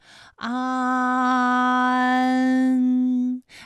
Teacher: 舌面前部与硬腭的前部闭合，使在口腔受到阻碍的气流从鼻腔里透出，口型由开到合，舌位移动比较大 · Term: 前鼻韵母